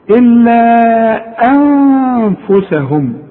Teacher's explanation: في نون عندي بدون تشكيل بتاعت أنفسهم دي العلماء بيقول لازم نخفيها ونغنها، ما نقولش أنفسهم، احنا هناخدها بعد كده، لكن خد بالك دي لازم تغن بمقدار حركتين.